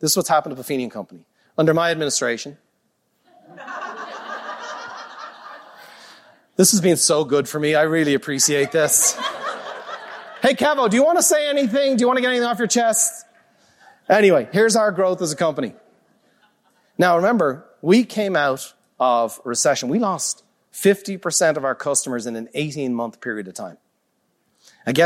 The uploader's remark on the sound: a live recording from Peak Experience